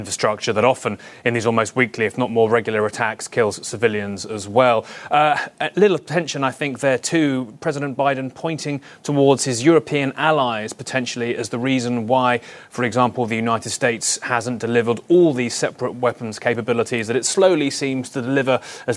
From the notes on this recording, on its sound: a joint press conference live at the White House